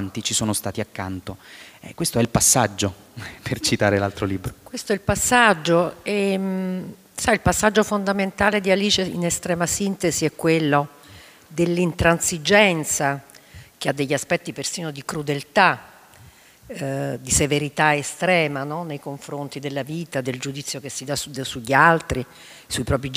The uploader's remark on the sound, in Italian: Registrato a Bookcity 2016